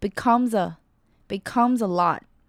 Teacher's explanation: becomes 的字尾 s 跟 a 会做连音